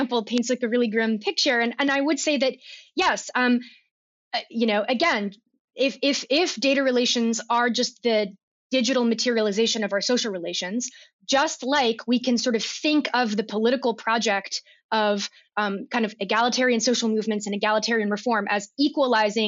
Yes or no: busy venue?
no